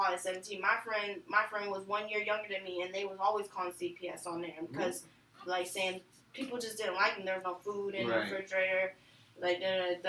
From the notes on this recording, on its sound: Plsss don't mind the audio change <3 we are going through a transition and are trying new software out. Please bare with us as we make new adjustments.